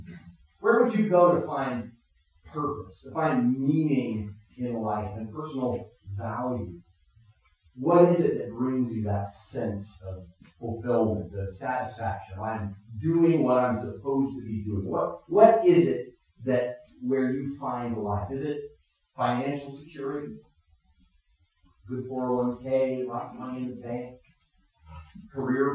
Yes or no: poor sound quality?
yes